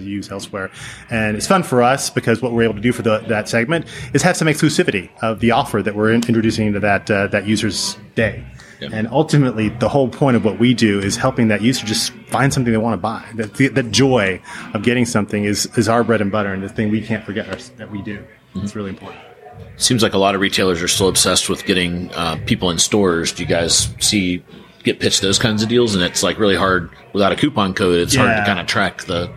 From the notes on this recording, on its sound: Recorded live from Shoptalk in Las Vegas.